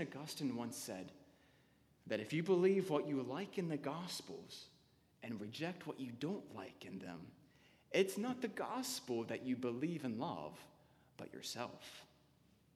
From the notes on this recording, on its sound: Sermon delivered on May 3, 2015 at Anglican Church of the Redeemer